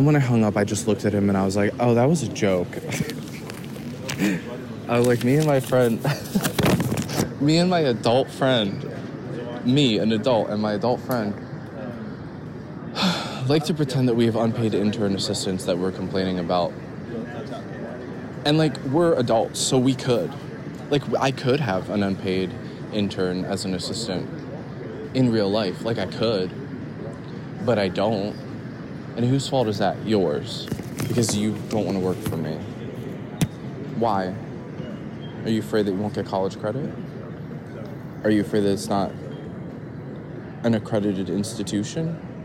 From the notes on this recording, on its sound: I have to board this plane in 5 minutes. Live from the indianapolis airport in canada.